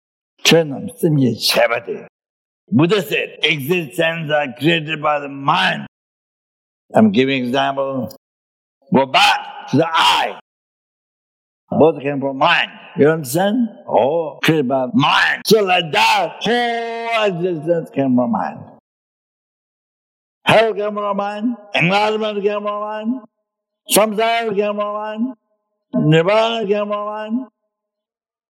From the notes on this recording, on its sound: The teaching for this episode was recorded on May 10, 2018, at Great Stupa Of Universal Compassion, Australia.